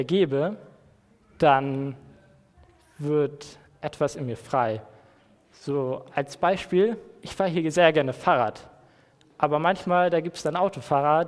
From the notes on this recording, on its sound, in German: Predigt im Rahmen des GreifBar+ Gottesdienstes